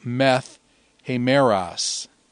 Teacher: The alpha on meta dropped, and because of the rough breathing, the tau becomes a theta.